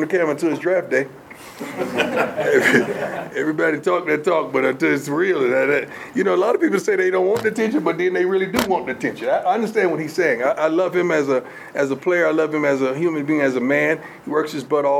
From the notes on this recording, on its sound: fielded questions from the media in a press conference setting